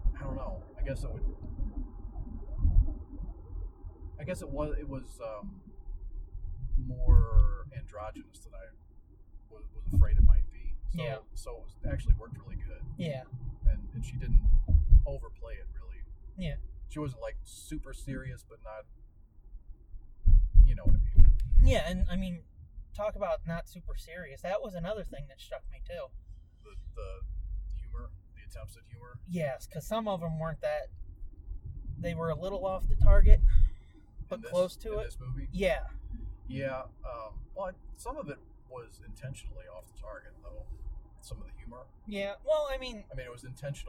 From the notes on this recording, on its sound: Forgive the sound quality as we deliver all of that and so much more in this special road edition of The Nerd Blitz.